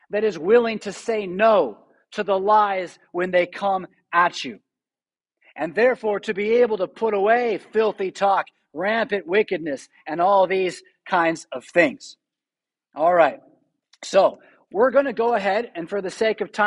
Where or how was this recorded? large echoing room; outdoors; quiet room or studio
large echoing room